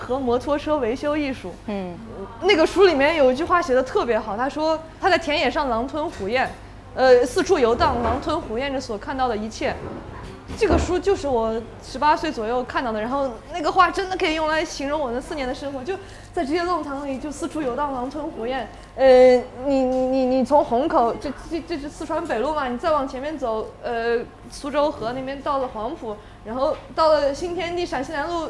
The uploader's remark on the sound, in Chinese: 在上海的跳海酒馆面对面聊了很多她满世界跑，满世界画画的故事。现场的朋友也带来了很多精彩的问题。由于我们缺乏经验，后半段精彩的问答没录上。这段录音没录上，请见谅。这里开始录音机没电了，没录到清晰的声音。